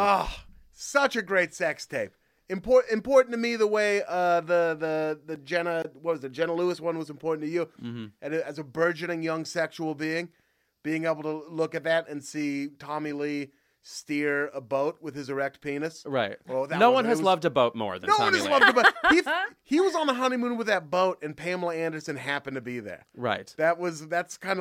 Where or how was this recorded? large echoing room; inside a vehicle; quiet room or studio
quiet room or studio